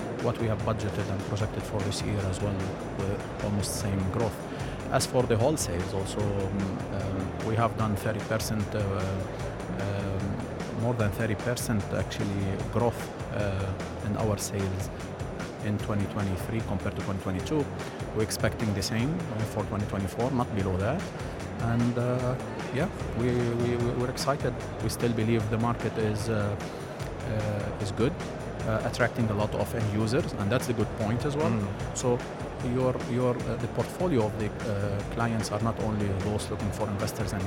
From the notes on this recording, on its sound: During our special live broadcast show from ACRES 2024.